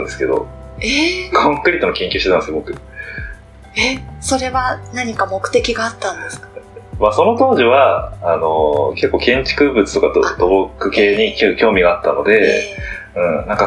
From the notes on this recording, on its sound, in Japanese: バックアップで録音していた「iPhone」で収録した音声を使用しております。そのため、いつもと比べて声が遠く音質も悪く大変申し訳ないですが。